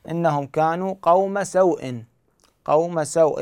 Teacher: إذا وقفنا على كلمة سوء فهنا هذه الواو يصبح بها مد لين وتنمد مقدار 2، 4، أو 6